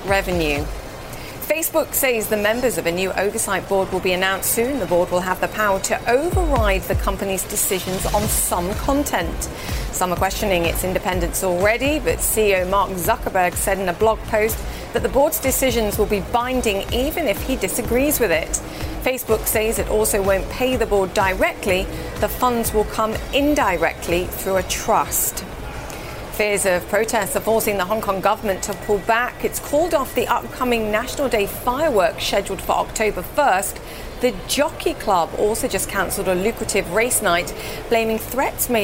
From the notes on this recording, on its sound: live from the New York Stock Exchange